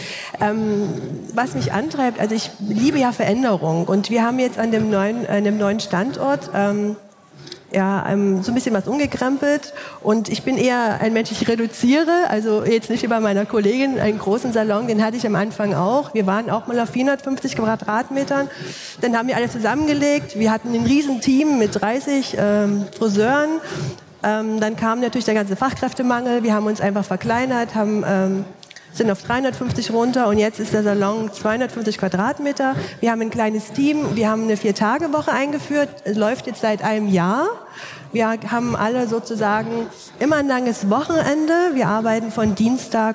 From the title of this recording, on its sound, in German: LIVE aus Erfurt von der Styl Com